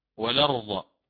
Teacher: سأخذ هذه الفتحة من الهمزة وأنقلها إلى اللام الساكنة قبلها · Term: النقل